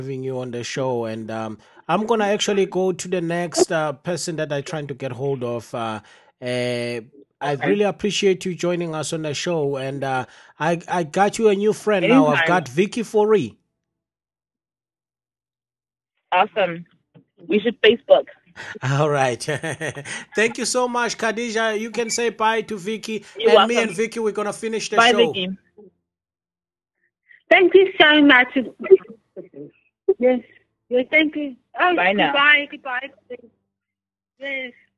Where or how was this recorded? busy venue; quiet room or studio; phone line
phone line